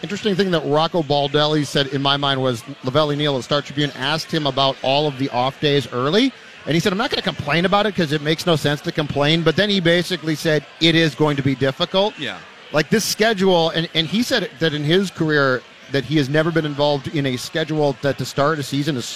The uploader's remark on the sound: LIVE from Kieran's Irish Pub